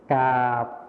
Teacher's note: ส่วนภาษาถิ่นอีสานนะคะเราจะไม่ใช้คำควบกล้ำรอเรือ